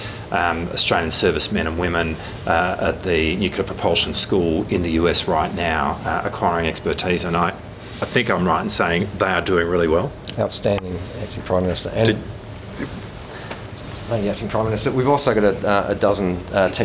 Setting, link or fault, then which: setting, busy venue